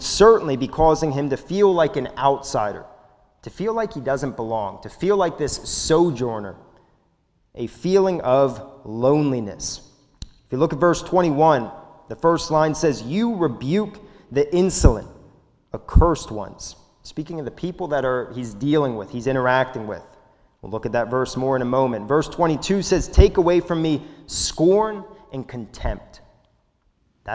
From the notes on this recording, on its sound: This sermon was recorded at the Lebanon Bible Fellowship Church in Lebanon, PA during the evening service on 6/13/2021